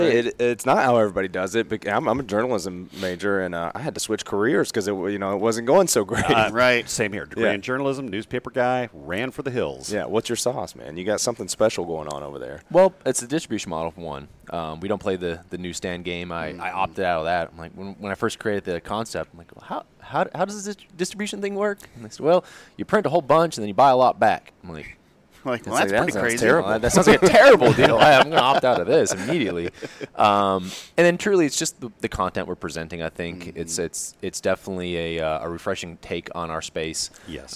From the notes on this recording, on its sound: sits down with us at SHOT Show